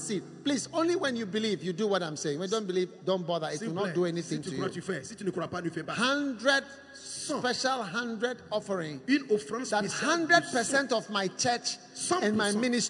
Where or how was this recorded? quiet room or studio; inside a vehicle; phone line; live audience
live audience